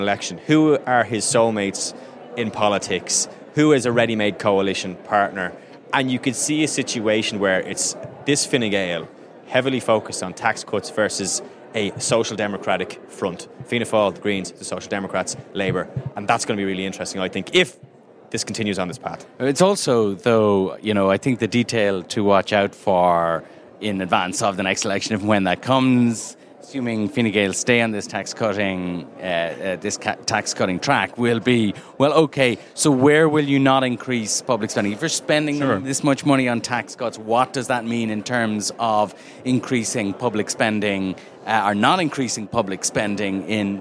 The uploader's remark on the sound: On the floor at the Fine Gael National Conference